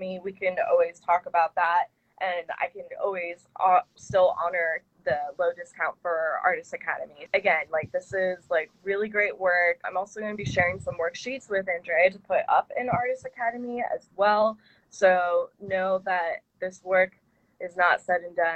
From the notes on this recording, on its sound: we both recorded this sitting outside on our decks so you’ll probably hear some nature sounds in the background